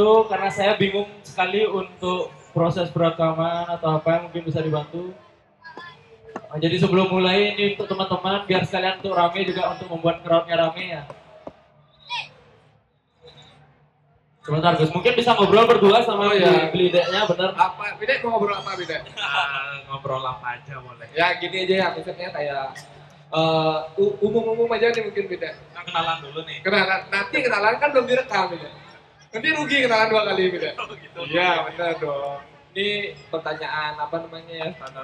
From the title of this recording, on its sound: Live at Creator Corner by HIPMI Denpasar